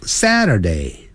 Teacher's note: 由高音往低自然下降